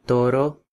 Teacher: And Spanish also has a tap, and that is made with just a quick tap of the front of the tongue up against the roof of the mouth, and that would be in toro.